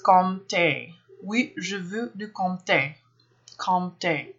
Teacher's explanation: You're essentially trying to swallow the M sound